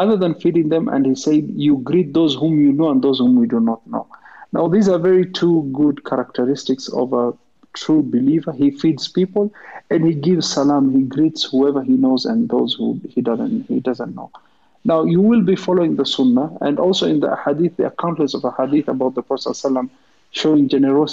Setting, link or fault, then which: link, video call